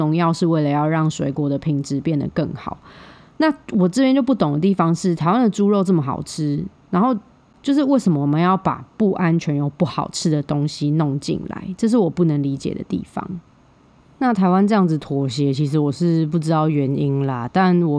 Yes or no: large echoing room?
no